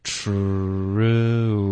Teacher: 你要从一个半撅嘴唇的形状到一个彻底嘟起来的形状，再放松到半撅的，然后再撅一次 · Term: woo 的音